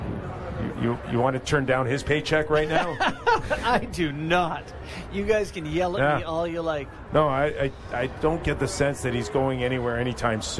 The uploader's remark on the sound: Live from NHL All-Star Fan Fair